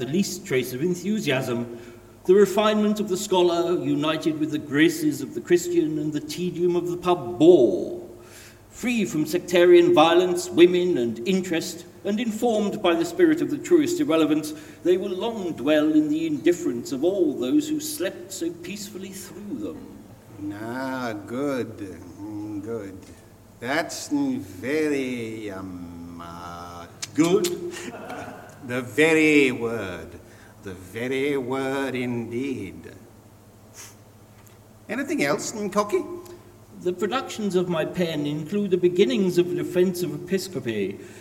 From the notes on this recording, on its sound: Recorded live before an audience at Colchester Arts Centre on 20th December 2023.